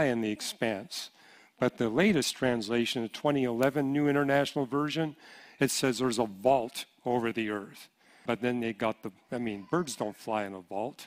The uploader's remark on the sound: Q & A Session Pt 3 – 2023 Apologetics Conference